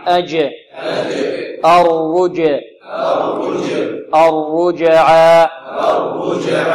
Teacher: الجيم مقلقلة وكذلك مرققة وشديدة